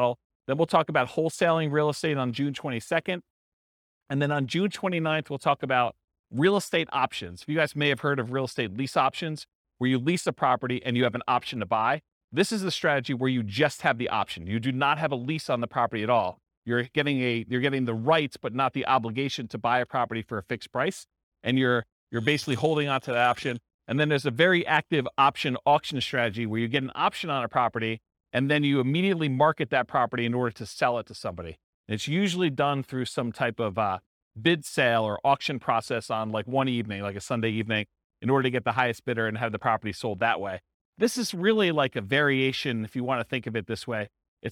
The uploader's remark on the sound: This was a live class recorded